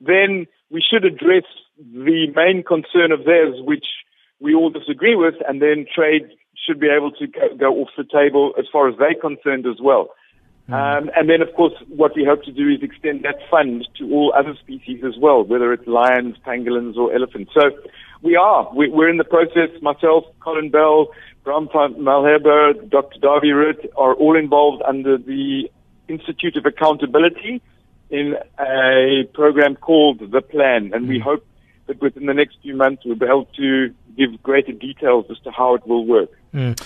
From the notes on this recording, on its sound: we are now joined on the line